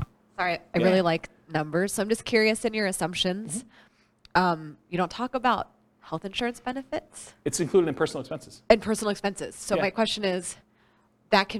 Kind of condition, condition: setting, live audience